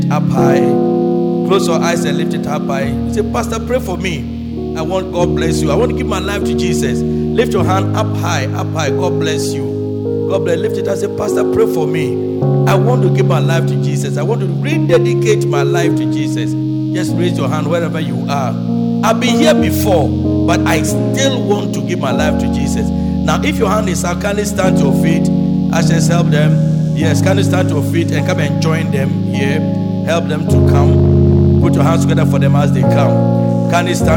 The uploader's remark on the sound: Preached at Loyalty House, Abbey, Dahwenya